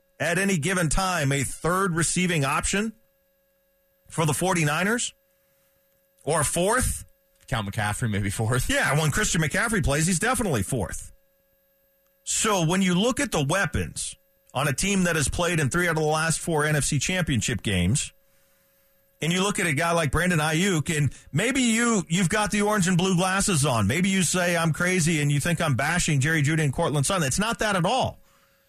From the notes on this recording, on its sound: We take your calls and live reactions.